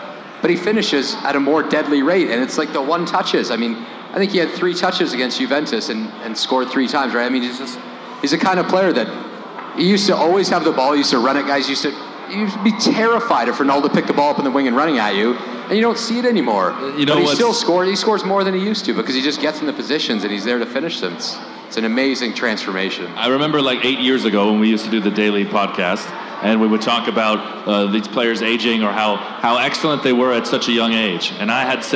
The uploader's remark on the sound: Champions League Final Event. From Footy Talks Live Champions League event.